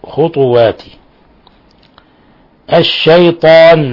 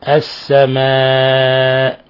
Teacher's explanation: خطوات الشيطان، لاحظوا إخواني كيف فخمنا الطاء والألف، لأن الألف حرف حساس رقيق يتأثر بما قبله، حينما نقول طاء الشيطان نفخم الألف تبعا لتفخيم الطاء · Shown in: first take